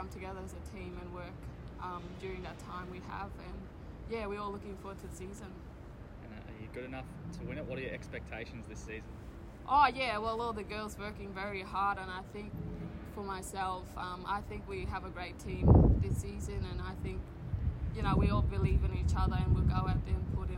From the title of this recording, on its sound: Liberty A-League Season Launch | Press Conference